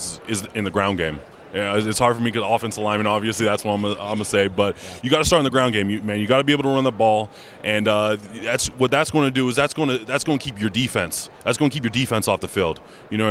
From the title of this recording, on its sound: Live from Super Bowl LVII - Day 3